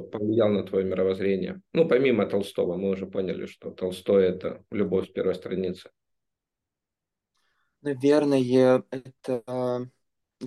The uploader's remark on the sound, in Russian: Zoom_подкастов.